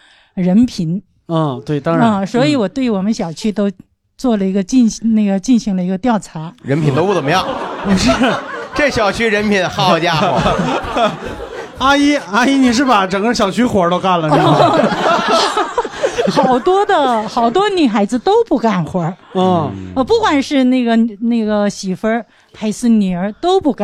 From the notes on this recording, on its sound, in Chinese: 这一期很荣幸请到好多家长来到现场。初次尝试跟爸爸妈妈们坐在一起。背景音乐-来自平台musicbed。